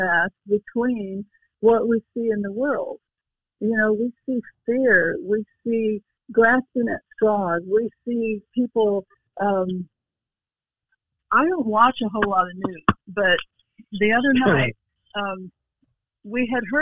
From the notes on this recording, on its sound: we have special guests on by phone